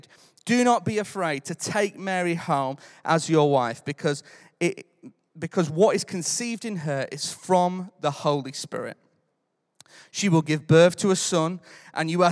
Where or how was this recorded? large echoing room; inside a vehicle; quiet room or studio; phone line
large echoing room